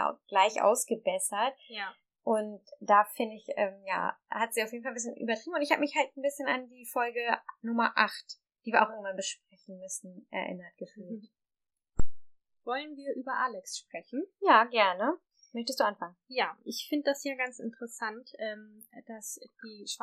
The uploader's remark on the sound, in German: Bessere Aufnahmequalität gibt es ab Folge #03.